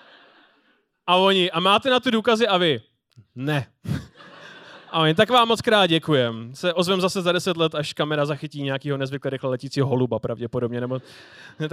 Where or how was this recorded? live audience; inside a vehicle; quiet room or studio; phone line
live audience